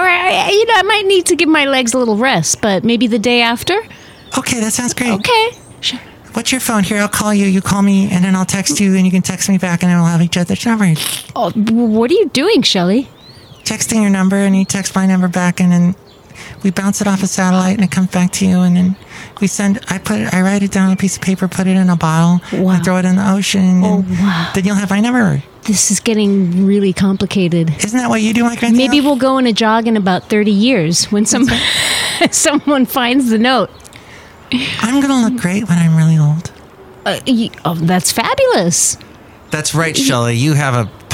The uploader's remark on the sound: podcasts live from Café Anyway